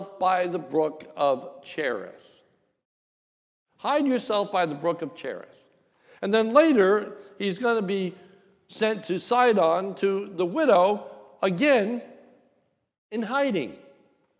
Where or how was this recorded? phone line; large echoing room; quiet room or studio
large echoing room